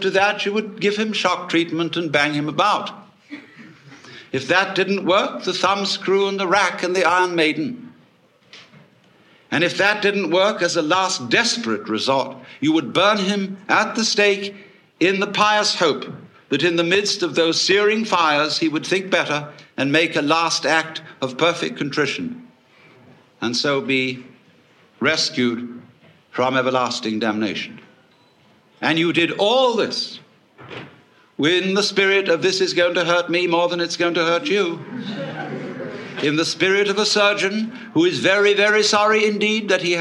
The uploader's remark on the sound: Big-hall presentation. Was recorded in 1971 in New York City at a conference for western therapy and eastern religion. A stream of audience questions.